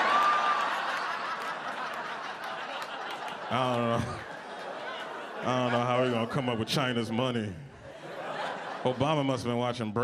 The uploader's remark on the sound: Gotham Comedy Live.